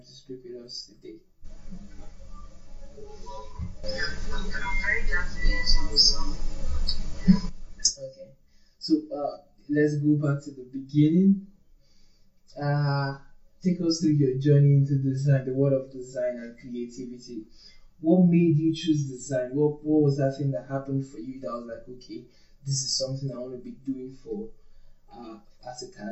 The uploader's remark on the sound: I sincerely apologize for the audio quality today, I am currently relocating and moving to a new apartment, so I am trying to get properly set-up.